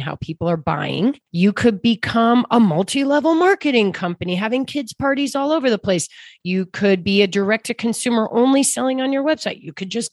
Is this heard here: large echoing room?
no